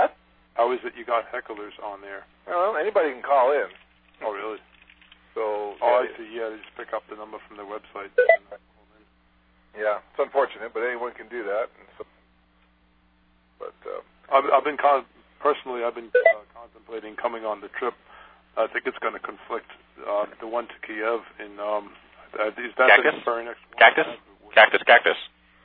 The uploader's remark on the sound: Prank Phone Calls